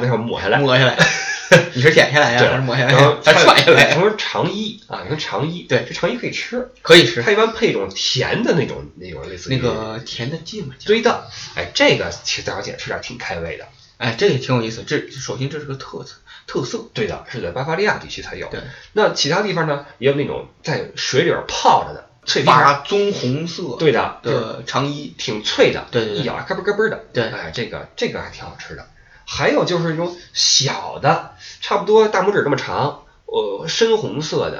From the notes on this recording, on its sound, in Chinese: 本期备用话筒录音，音质多担待。